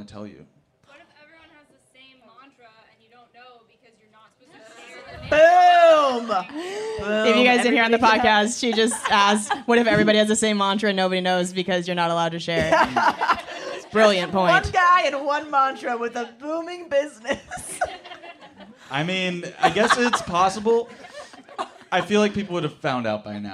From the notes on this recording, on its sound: Live from San Francisco Sketchfest. This week's episode was recorded live from The San Francisco Sketchfest.